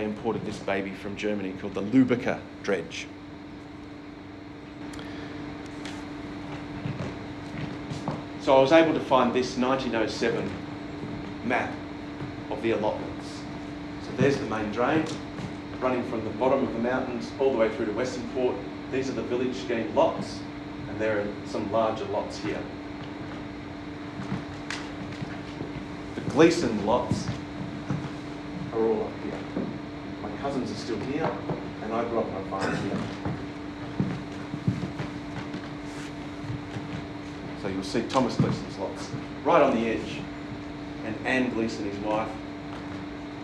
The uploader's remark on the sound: Killaloe-Ballina Historical society second talk for 2023. As recorded at the Lakeside hotel Ballina on the 19th April 2023. With apologies for the background fan noise on this talk.